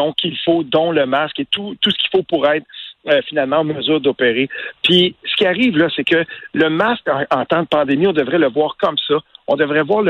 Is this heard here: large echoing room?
no